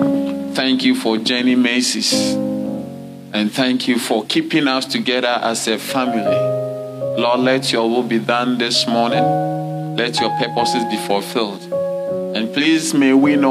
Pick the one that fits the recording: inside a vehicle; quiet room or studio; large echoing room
large echoing room